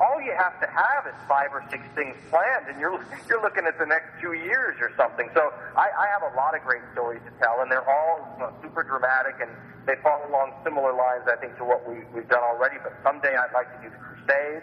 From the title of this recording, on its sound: Phone Guest